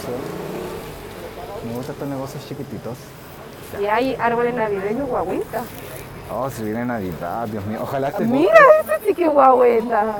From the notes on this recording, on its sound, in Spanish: Edición experimental Potocast On tour. Salimos a comprar flores plásticas en la calle Rosas y grabamos la experiencia porque sí.